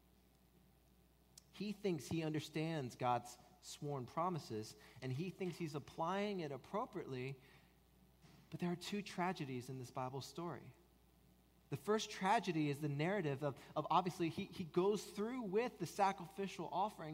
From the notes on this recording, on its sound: At Redeemer Presbyterian Church in Charleston, SC